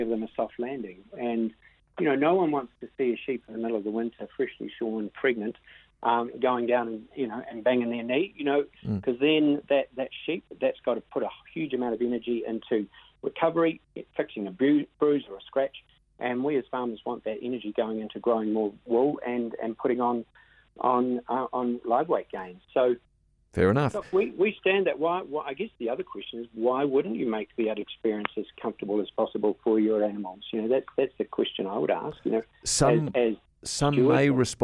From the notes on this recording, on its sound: called